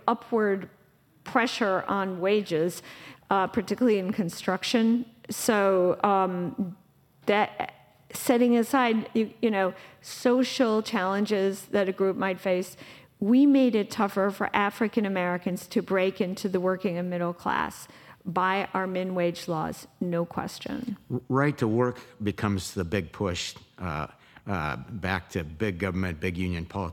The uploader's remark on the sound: live podcast recording at the 2023 Smead Investor Oasis